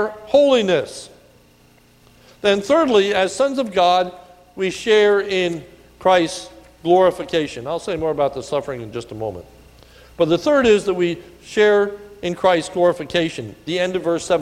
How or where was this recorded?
large echoing room